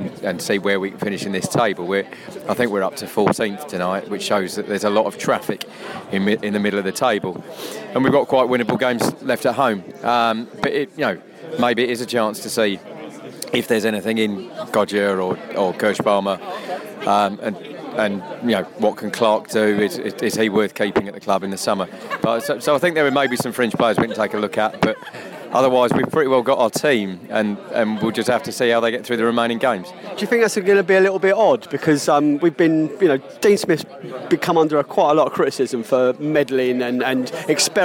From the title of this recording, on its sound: Post Match Podcast from the pub